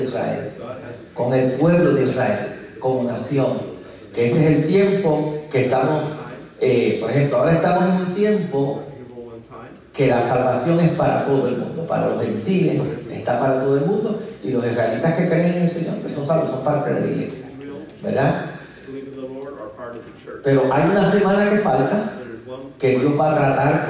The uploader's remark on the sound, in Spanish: Nuestras disculpas por la calidad de el audio en este episodio ya que nos vimos forzados a utilizar una fuente alterna de el mismo. IDDPMI Columbia.